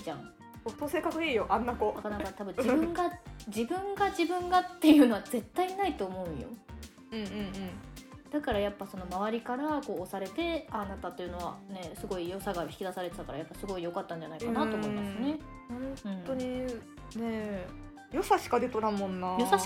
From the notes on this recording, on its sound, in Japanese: ちょっと音割れしてます。